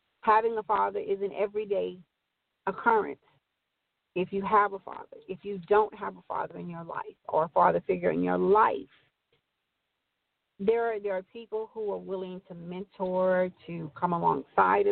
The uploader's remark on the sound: Open Forum Line - Call